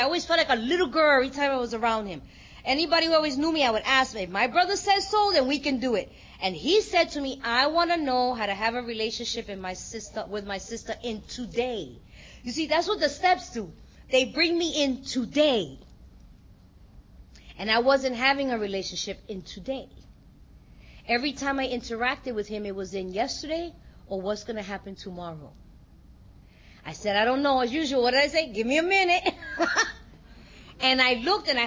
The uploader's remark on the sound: at the 2023 Fellowship of the Spirit Conference